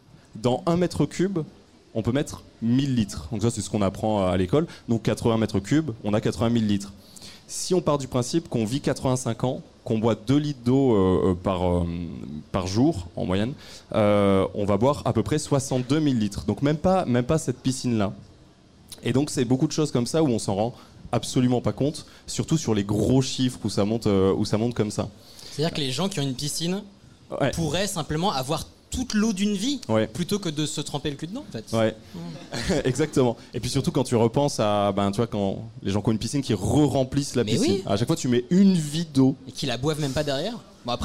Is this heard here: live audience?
yes